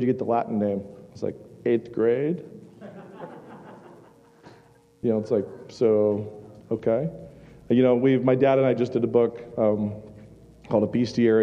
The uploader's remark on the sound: Super-Epic Live-Show at ReformCon! This is our very first LIVE SHOW at ReformCon! It was truly an honor and a blessing to put this event on and to sit with these men on stage.